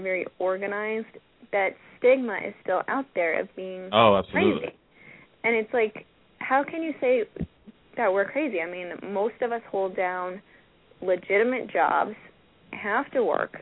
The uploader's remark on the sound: we open the phone lines to the fans